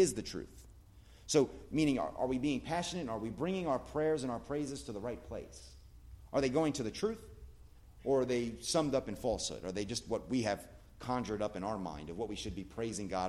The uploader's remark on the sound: At The Blue Point Bible Church.